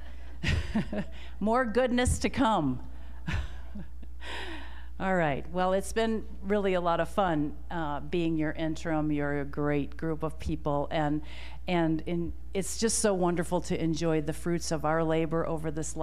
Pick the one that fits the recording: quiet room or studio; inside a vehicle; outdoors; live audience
live audience